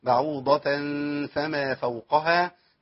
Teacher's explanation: لا، بعوضة فما بعوضة في تنوين بالفتح، فتحتين واحدة سابقة التانية، خلاص حفظنا القصة، ما جاش بعديها لام ولا راء، يبقى في غنة